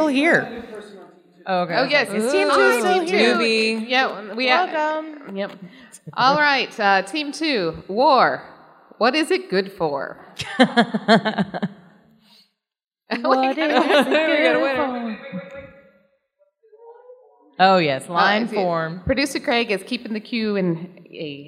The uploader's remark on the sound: Cards Against Humanity LIVE at Comicpalooza! We had our very own panel where we recorded with a live audience. Didn’t freak out that a 9-year old was in the room with her headphones blaring.